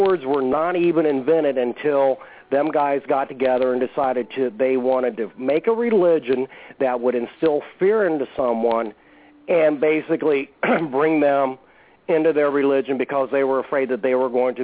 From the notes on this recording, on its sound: all the while taking your phone calls.